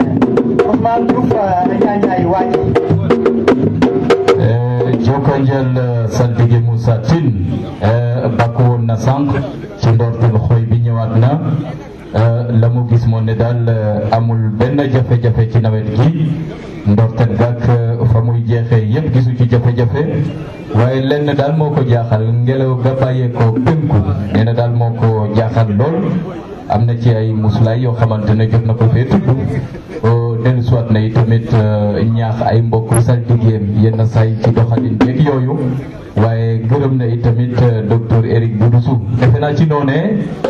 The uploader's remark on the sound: The first part is a panel discussion held at Hotel Mindiss in Fatick. Other members of the medical profession and the Senegalese media. Headed to MALANGO on that same night for the Xoy ceremony where the Seereer priestly class gather to deliver their sermons and divine the future in Seereer.